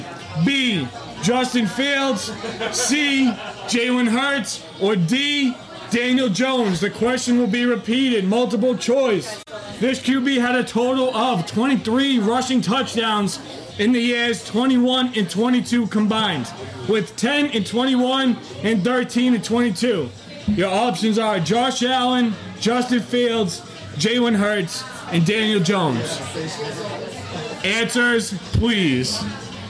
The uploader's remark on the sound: LIVE at Christine's Sweet Shop we host our NFL Trivia.